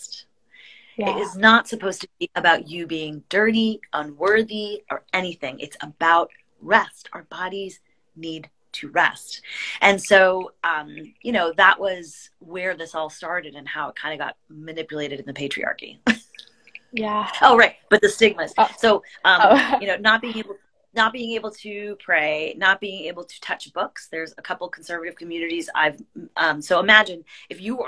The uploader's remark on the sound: a special Instagram live